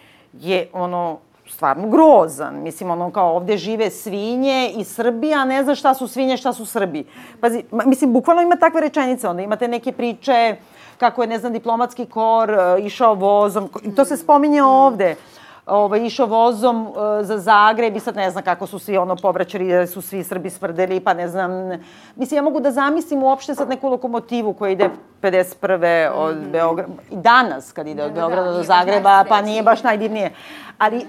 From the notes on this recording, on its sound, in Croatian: U šestom "live" nastupu "Zadovoljstva u tekstu" pred punom salom našeg domaćina "Krokodila"